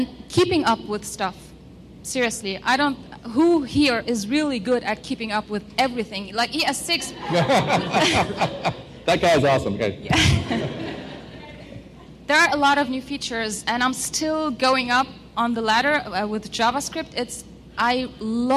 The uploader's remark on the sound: a special recording of the CSS Dev Conf 2015 Wrap Up Panel with lots of great questions from the audience